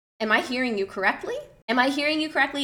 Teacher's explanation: So you can even like literally repeat word for word and then just have a rising intonation at the end.